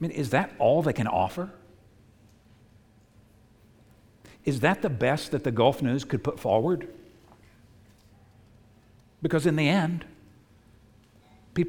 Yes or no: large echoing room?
yes